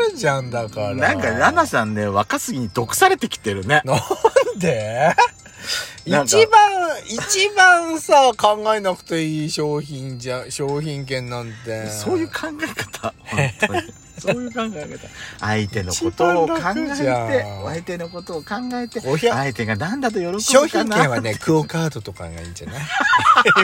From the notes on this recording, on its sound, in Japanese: パーキング収録